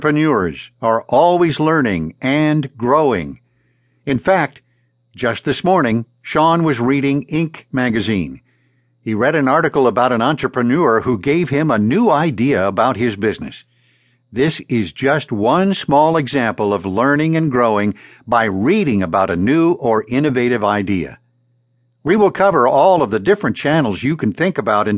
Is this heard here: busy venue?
no